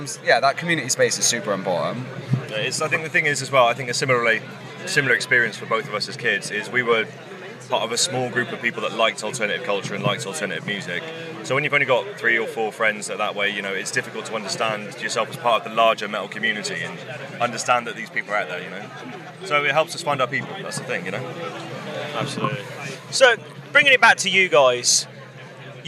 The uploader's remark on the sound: Live from Bloodstock 2023